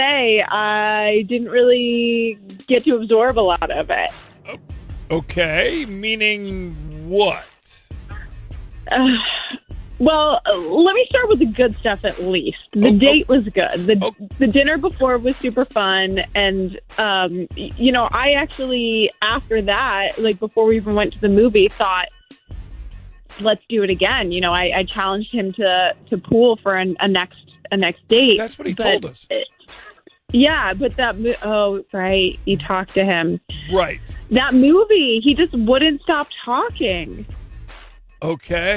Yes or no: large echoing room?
no